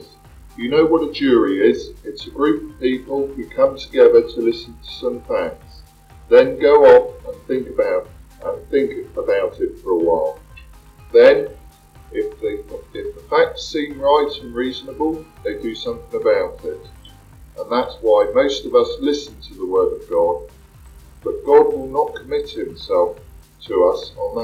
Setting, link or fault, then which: fault, poor sound quality